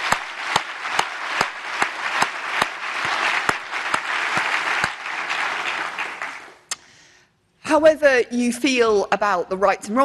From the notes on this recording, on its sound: speech to NHS Confed Expo conference, 14 June 2023